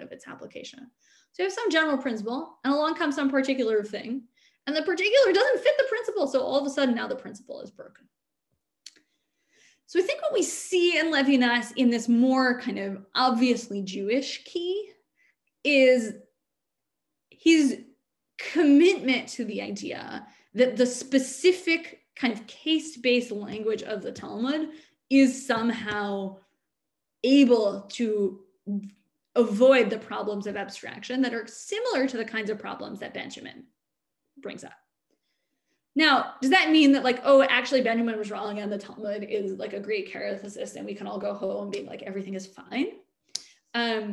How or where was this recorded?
video call